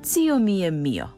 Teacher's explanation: Evo je, čuli ste dvije, cio i mio. Vokalizacija je glasovna promjena u kojoj se suglasnik L na kraju sloga ili riječi zamjenjuje vokalom, otvornikom, samoglasnikom O. U glagolskom pridjevu radnome muškoga roda.